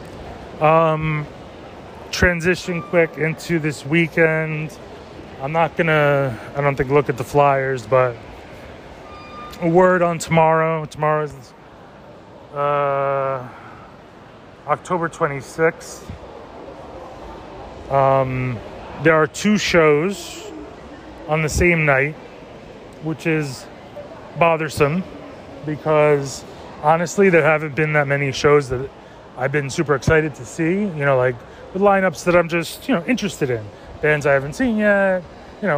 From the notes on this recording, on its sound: A VERY SHORT, COMPLETELY SPONTANEOUS, PERHAPS TOO LIT, TOTALLY UNEDITED, BUT PRETTY EPIC (if I do say so) RANT ABOUT THE CITY. LIVE FROM PENN “FUCKING” STATION. NO INTRO.